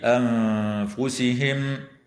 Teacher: وتخفى النون الساكنة عند الفاء مع الغنة مرققة في كلمة أنفسهم، وتظهر الميم الساكنة عند الهمزة والكاف في قوله